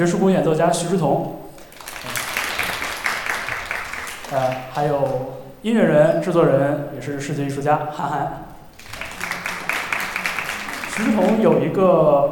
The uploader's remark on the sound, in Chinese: 凯迪拉克·上海音乐厅“乐无穷”分享会的实况录音。提供现场声音收录与播客发布许可。41:49 观众提问：爵士乐进古典音乐厅，会有不适吗？声音收录/题图照片：上海音乐厅。